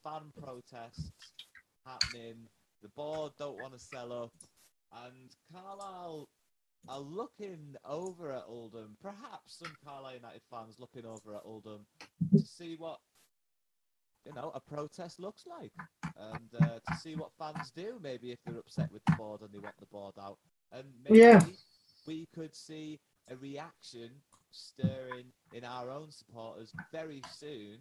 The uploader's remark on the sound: sorry about the audio this week if you know me you know I can normally produce a decent sounding pod but my mic died